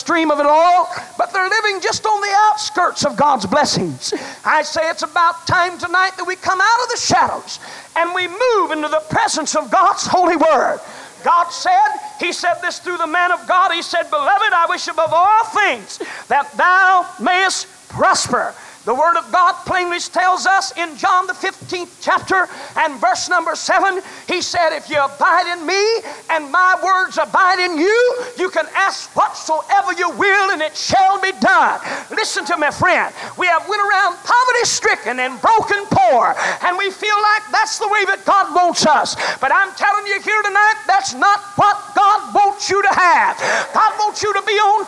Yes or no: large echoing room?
yes